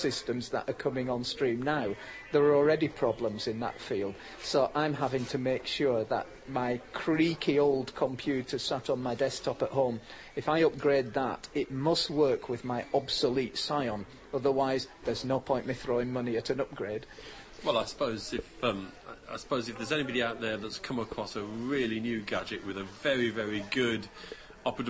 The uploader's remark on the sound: At this year’s Outdoors Show